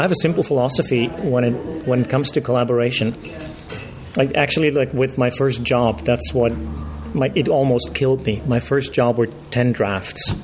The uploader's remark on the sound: roving reporter for this year’s London Screenwriters’ Festival